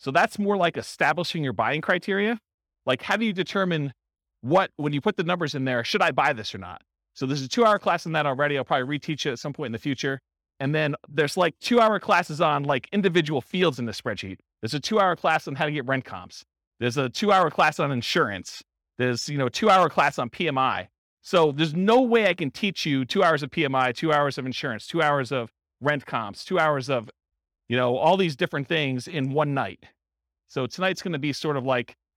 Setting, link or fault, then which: setting, live audience